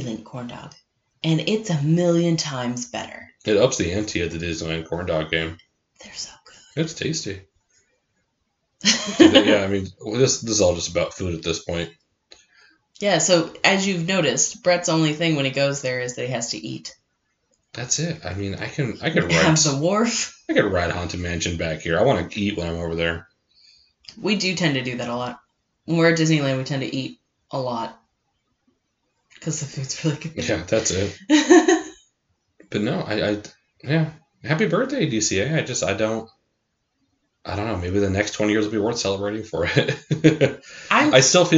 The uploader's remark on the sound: We know audio got kinda screwy with this one, the incorrect microphone was being utilized.